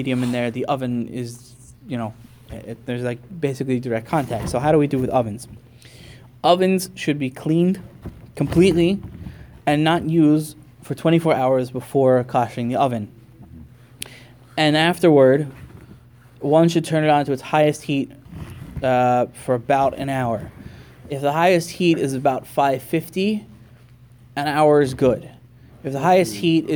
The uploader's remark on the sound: delivered to the Sephardic Minyan at Lower Merion Synagogue in Lower Merion, PA.